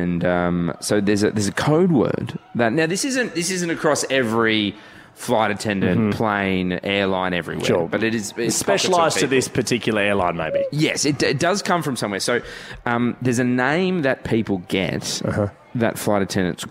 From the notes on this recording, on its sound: Live from the Crown for Day 2. The boys are live from the Crown for Day 2.